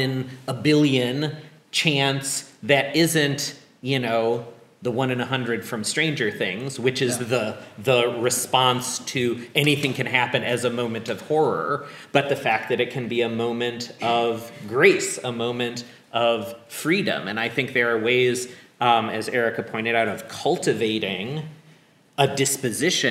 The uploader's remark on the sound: Live at the Diverse Intelligences Summer Institute.